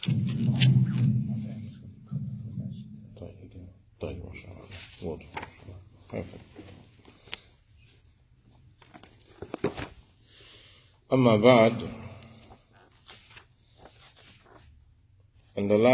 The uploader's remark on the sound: Lecture given at Masjid Nur Allah, Queens, NY